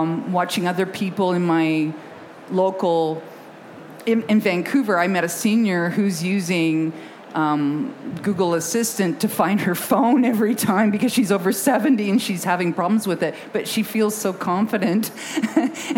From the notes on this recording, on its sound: Recorded in front of a live audience at the 2019 London Book Fair.